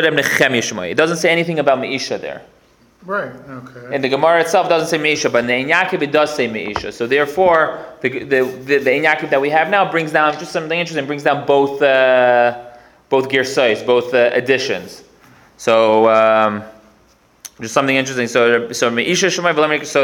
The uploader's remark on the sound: Recorded live at The Torah Center ATL